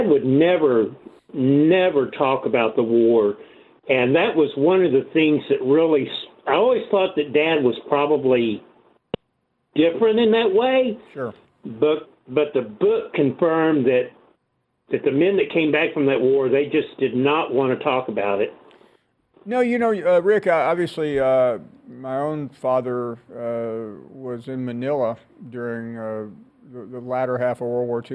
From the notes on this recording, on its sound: we get your thoughts and take your phone calls.